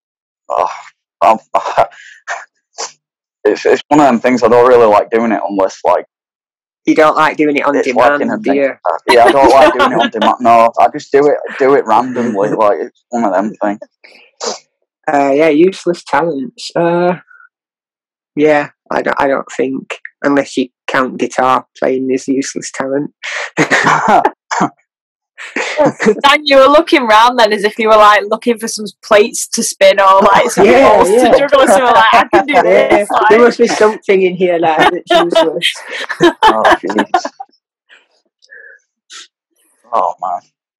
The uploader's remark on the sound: Recorded on May 5th 2021 on Zoom…so that explains the shit quality of sound going in and out.